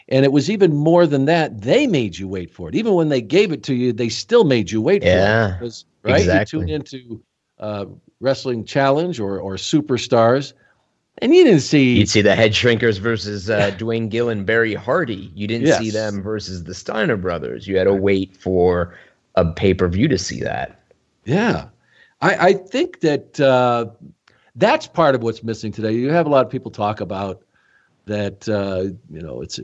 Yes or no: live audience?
no